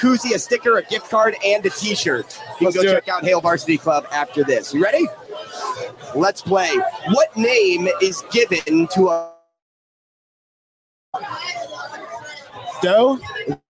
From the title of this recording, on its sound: Live at Rocco's